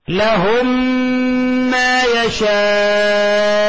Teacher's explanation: ادغام المثلين الصغير، ادغام الميم الساكنة في الميم المتحركة